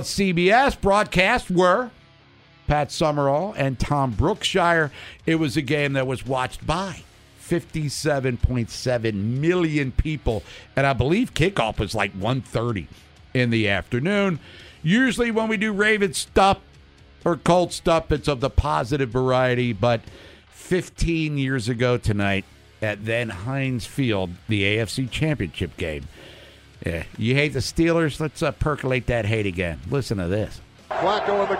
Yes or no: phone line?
yes